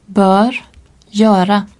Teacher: Devant R, le E long est plus ouvert, à peu près comme dans fleur.